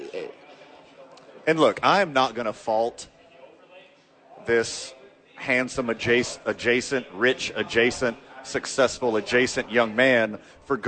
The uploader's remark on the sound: live from Red Door Brewery Downtown Albuquerque